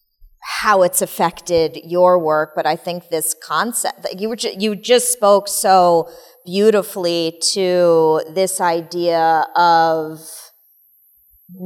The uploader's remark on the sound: Live at The New York Studio School